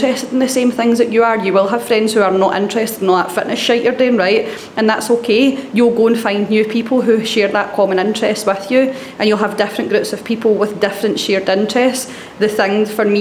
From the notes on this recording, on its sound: From the recent Built For Life live event, The Built For Life coaches took to the panel to answer questions from their clients in the room.